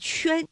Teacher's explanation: 是舌面的前部和硬腭形成了阻碍发成的音圈 · Term: 舌面和硬腭